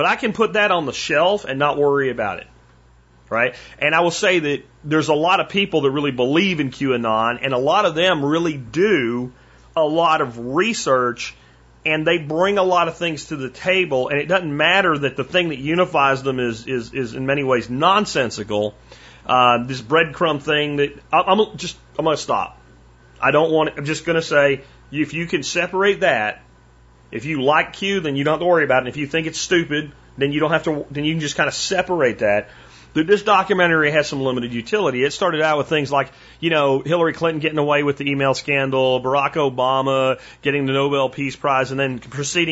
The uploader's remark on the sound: Listener Calls